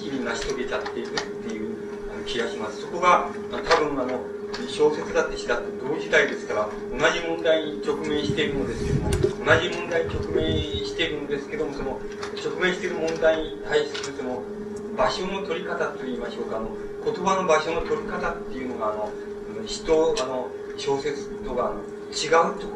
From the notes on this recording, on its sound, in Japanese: 主催：詩誌「無限」事業部 場所：明治神宮外苑絵画館文化教室。録音者の手元でのノイズが入る。